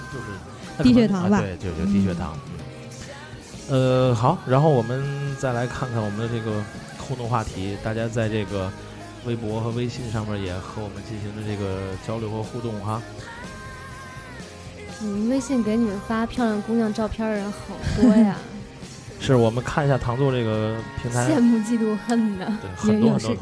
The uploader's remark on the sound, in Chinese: 在天津唐座酒吧第一次尝试现场直播的Live Show